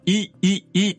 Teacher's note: イイイの場合は下の位置が前寄りって言い方をします。唇が平たくなっているという言い方もできる